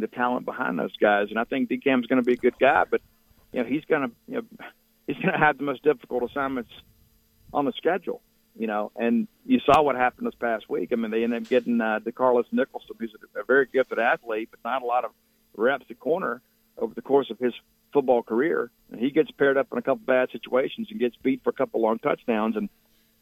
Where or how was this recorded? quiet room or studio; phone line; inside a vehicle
phone line